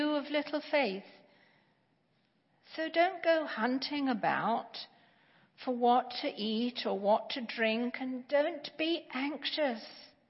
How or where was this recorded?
large echoing room